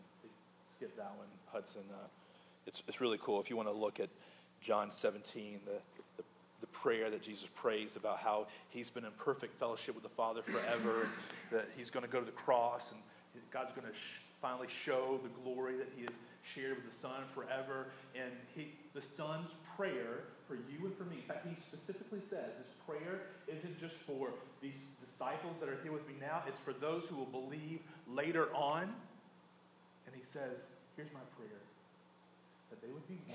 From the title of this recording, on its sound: poor audio quality